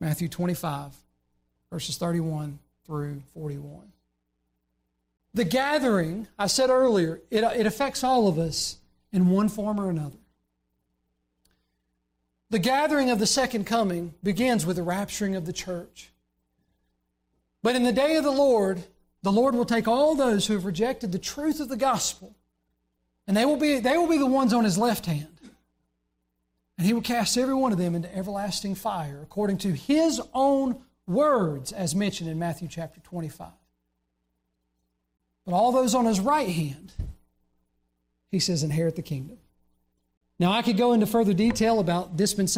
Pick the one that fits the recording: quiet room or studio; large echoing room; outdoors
large echoing room